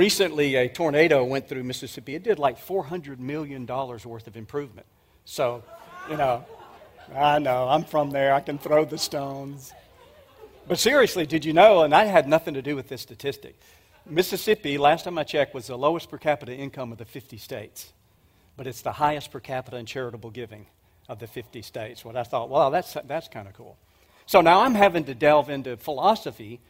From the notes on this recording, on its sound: 2023 Apologetics Conference. At the 2023 Evidence and Answers conference.